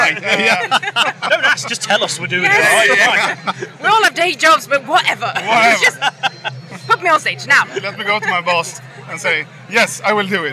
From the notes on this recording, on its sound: Live from Bloodstock 2023